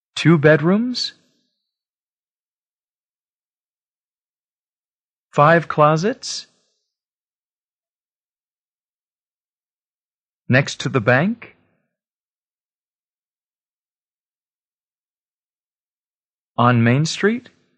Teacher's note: Rising intonation to check understanding